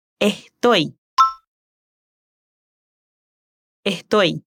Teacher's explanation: La chica también aspira la S en estoy.